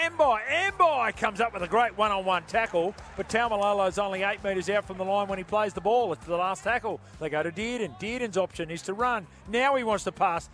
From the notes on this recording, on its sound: Live from Nestrata Jubilee Stadium